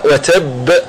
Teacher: لأن القلقلة 3 مراتب، المشدد الموقوف عليه هو أقوى المراتب اللي هو المشدد الموقوف عليه، فتكون باء ساكنة ومقلقلة عند الوقف قلقلة كبرى